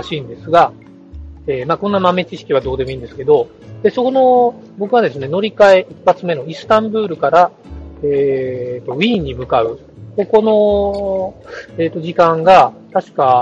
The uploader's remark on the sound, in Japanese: 海外ゲームショー遠征スロバキア編「#01 いざ羽田から出発」。今回はスマホ収録の為、音声が非常に聞き取りづらくなっています。